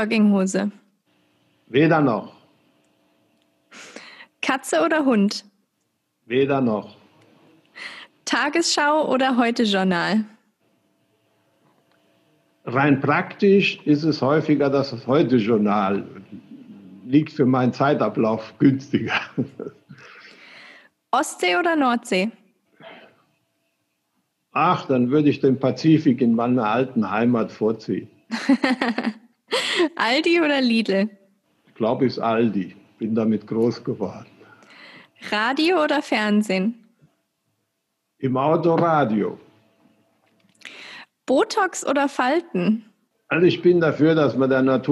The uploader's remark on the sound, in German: das Interview über Zoom geführt